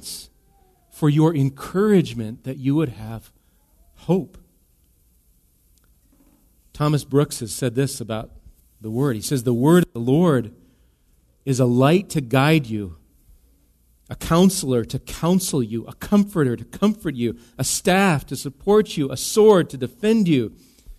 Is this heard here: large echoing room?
yes